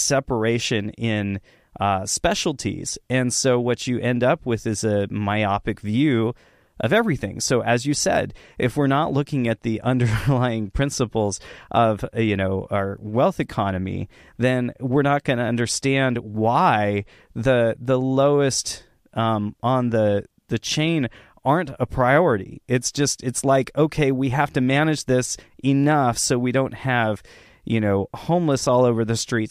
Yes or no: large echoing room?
no